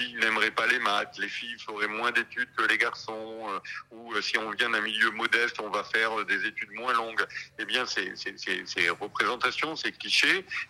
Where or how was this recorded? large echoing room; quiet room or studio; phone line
phone line